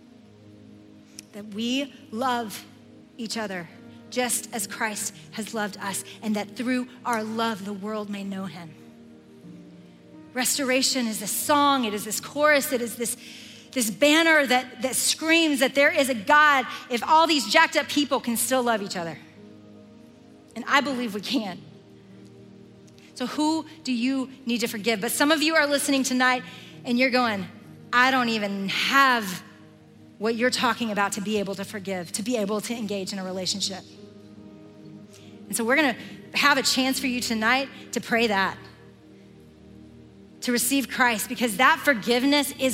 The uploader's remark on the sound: Recorded live at The Grove, a gathering for the women of Atlanta, Georgia, now in its ninth year.